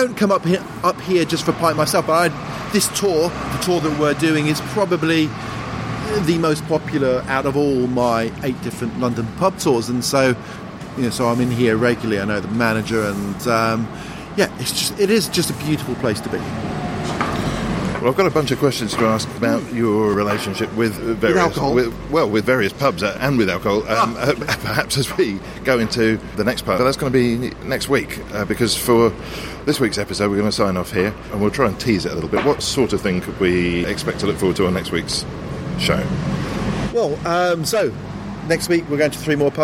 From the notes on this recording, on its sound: If you like the sound of the pubs in this episode